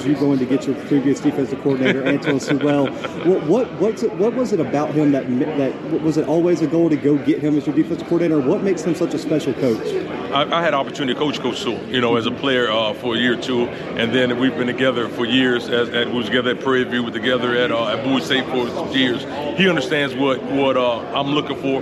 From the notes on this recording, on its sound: The Bluebloods are live from MEAC Media Day in Norfolk, VA.